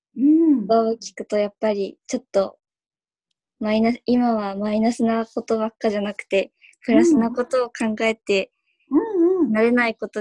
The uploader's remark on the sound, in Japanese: カラフル・スペース放送局』は、ZOOMを使っての新しい形のトーク番組。